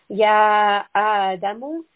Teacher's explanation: Here, this is a four-count mad, and we have the letter hamza, so we are having a sharp, straight-from-the-throat sound